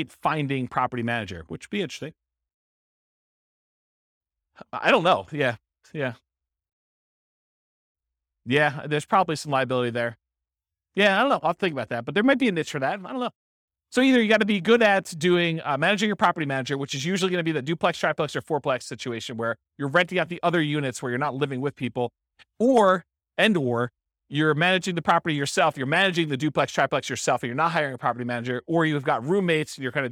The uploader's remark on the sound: This was a live class recorded